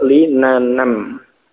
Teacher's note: Jadi bukan li na nam dibaca panjang dengan alif, tidak, tetapi alifnya dihilangkan. Kemudian dibaca pendek, li na nam.